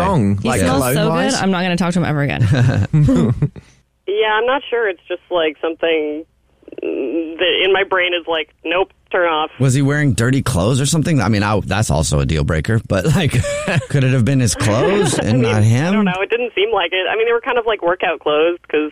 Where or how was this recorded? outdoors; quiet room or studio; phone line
phone line